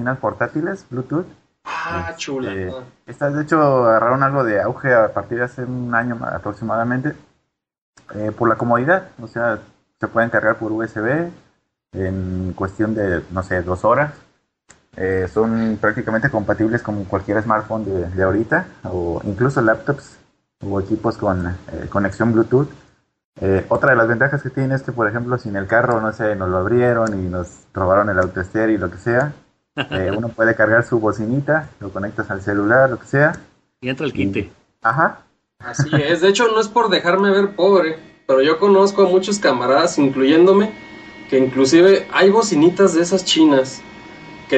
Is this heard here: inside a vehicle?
no